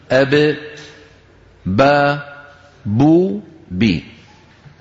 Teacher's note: مخرج الباء ويكون بانطباق الشفتين على بعضهما